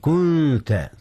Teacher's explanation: أخفي النون قبل التاء، إذ التاء من حروف الإخفاء